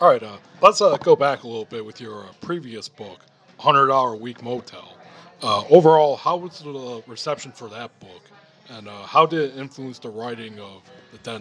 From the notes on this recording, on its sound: Recorded at the Bourgeois Pig Cafe in Chicago.